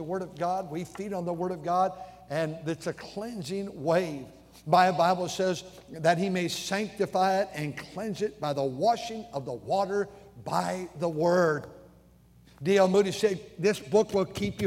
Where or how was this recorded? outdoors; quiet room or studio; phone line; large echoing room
large echoing room